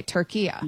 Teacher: a short A at the end, not the long A